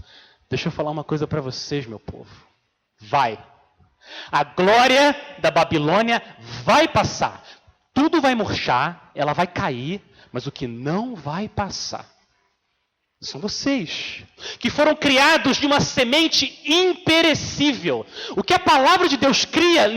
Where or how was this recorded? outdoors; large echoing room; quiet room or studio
large echoing room